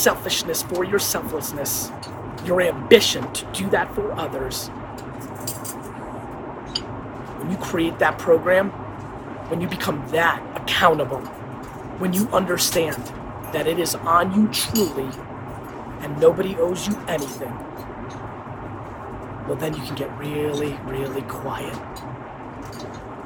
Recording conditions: phone or laptop microphone